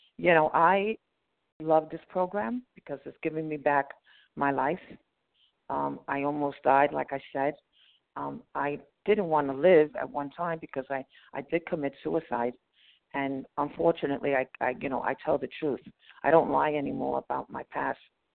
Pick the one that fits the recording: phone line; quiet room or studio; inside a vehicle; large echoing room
phone line